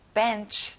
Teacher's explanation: 끝에 치 발음이 아니라 ch 발음이에요